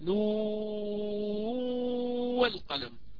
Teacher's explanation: يضغم النون في الواو · Term: الإدغام